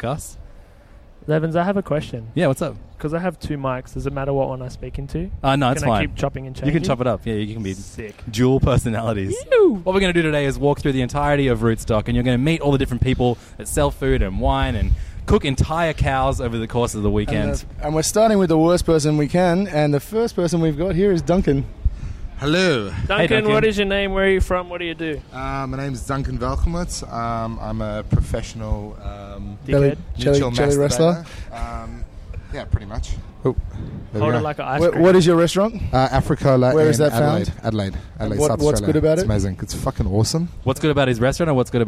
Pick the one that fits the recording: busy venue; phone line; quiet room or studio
busy venue